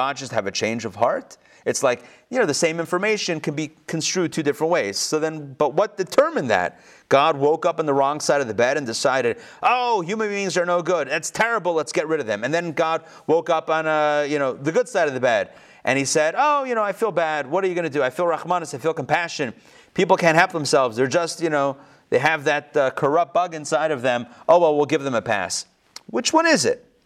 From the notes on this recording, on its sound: Recorded live in Atlanta on November 3, 2020.